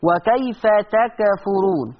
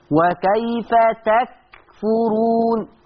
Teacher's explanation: حرف الكاف لا يقلقل. حرف الكاف لا يقلقل · Shown in: second take